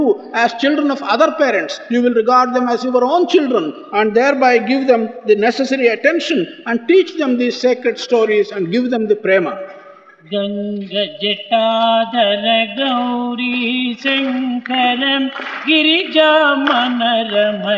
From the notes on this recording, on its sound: Divine Discourse on 18 November 1975 during the valedictory function of the Balvikas gurus conference